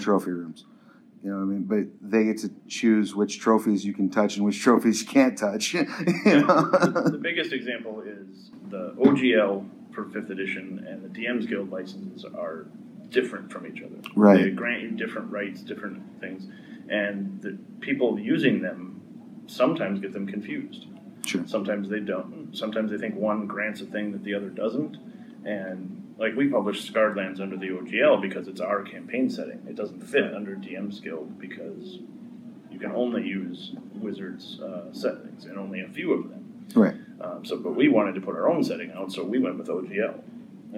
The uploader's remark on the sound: Gen Con Panel. The sound quality for the panel isn't amazing, as it's recorded in a panel room.